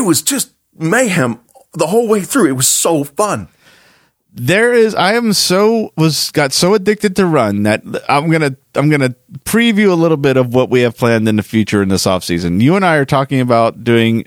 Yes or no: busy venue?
no